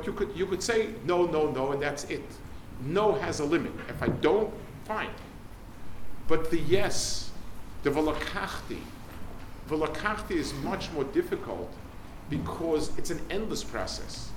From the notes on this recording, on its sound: Delivered at Hasmonian High School, London 1/22/23